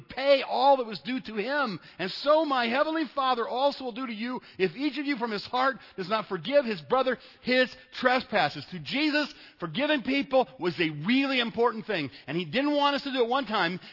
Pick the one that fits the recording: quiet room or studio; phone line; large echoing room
large echoing room